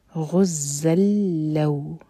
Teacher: تنوین ہے وہ آگے لام سے جوڑی جائے گی یہاں پر نون کا ساؤنڈ بالکل نہیں ہوگا غزلو لو مدلین ہے فتح کو واو سے جوڑ رہے ہیں